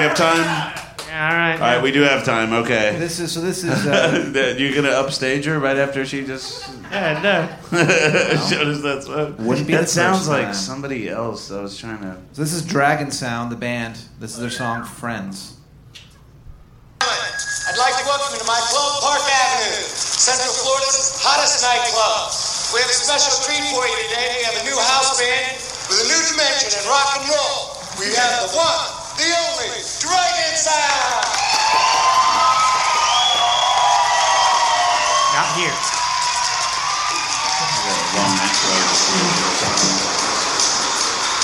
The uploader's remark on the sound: Live at Spiderhouse Ballroom